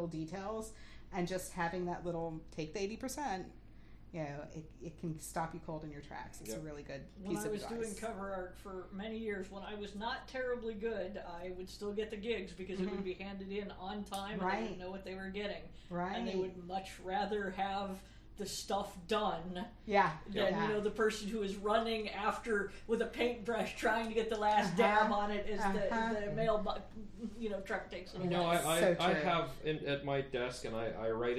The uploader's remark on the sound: If the audio on this one is a bit soft, it is due to our new recording equipment, which I am still getting the hang of.